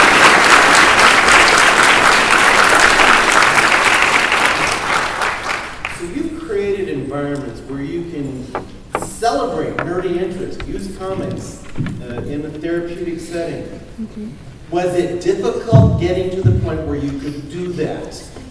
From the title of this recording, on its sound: Geek Therapy at SDCC 2013